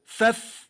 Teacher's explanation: والفاء من باطن الشفة السفلى مع أطراف الثنايا العليا